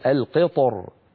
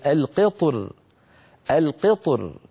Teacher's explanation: بعض العرب كان يفخم الراء مراعاة لحرف الاستعلاء الملاصق للراء · Shown in: first take · فيقول القطر، وبعض العرب كان يرققها من أجل الكسرة التي قبل الطاء فيقول القطر.